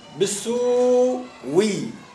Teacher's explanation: الهمزة الأولى تبدل واوا وتحافظ على حركة الهمزة، تحافظ على حركة فتصبح بالسوي. · Term: الإبدال